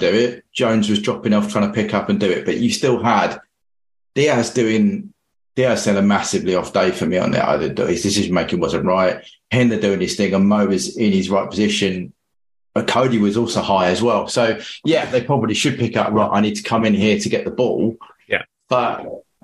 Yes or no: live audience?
no